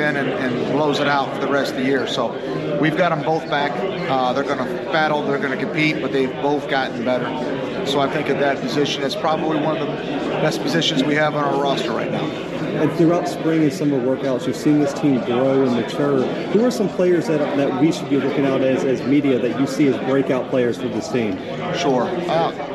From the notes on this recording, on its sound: The Bluebloods are live from Big South Media Day in Charlotte, NC.